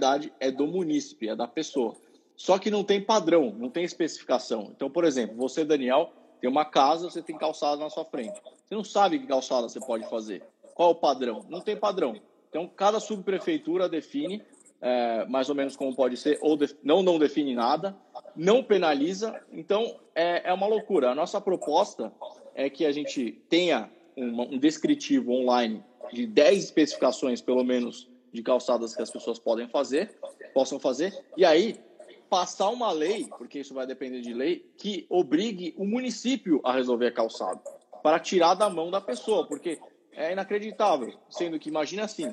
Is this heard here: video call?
yes